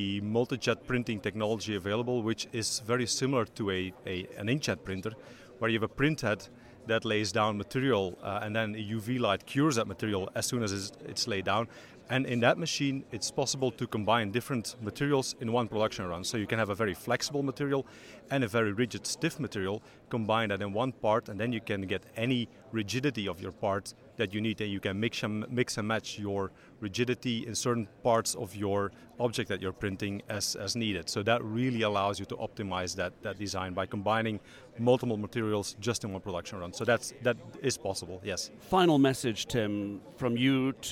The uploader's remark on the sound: Recorded during the Manufacturing Leaders Summit in Liverpool 2017